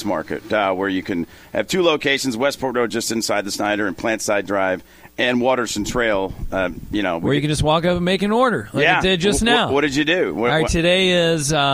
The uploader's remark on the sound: The guys are broadcasting live from The Fitness Market! 2521 Plantside Dr, Louisville, KY 40299.